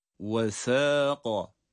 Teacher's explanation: Sa ince. Bir elif miktar uzatıyoruz. Kaf kalın.